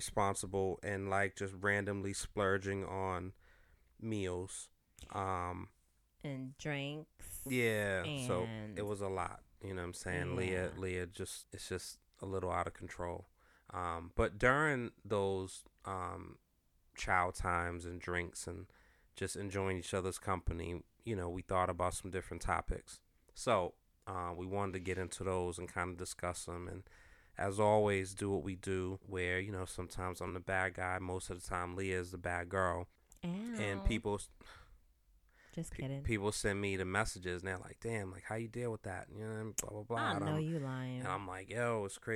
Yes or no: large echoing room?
no